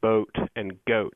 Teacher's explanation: But in the Midland, including southern Iowa and Nebraska and Missouri and so forth, in the Midland and also in the south, as a matter of fact, these vowels are pronounced much more towards the front or middle of the mouth